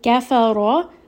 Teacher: Ra in this case is going to be heavy because there is a fatha on the ra.